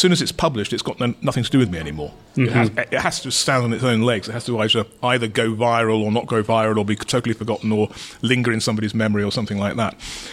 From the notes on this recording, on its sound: At Stoke Newington’s legendary Thai restaurant Yum Yum. At Stoke Newington’s legendary Thai restaurant Yum Yum.